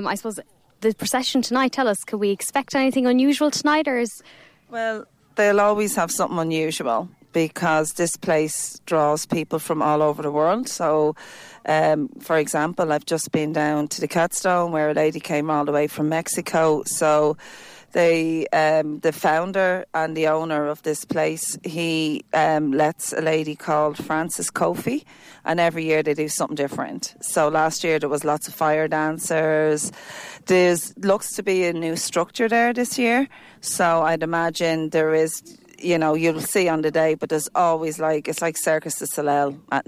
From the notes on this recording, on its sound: Uisneach Festival Interviews. Some of the interviews from Uisneach, Bealtaine Fire Festival 2023, with some of people attending the festival.